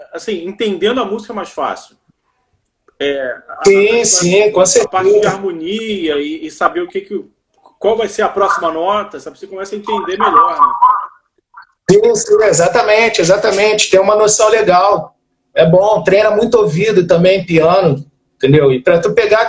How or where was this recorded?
video call